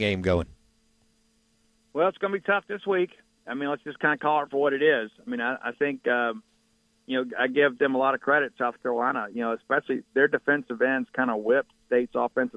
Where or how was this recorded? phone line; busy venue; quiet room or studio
phone line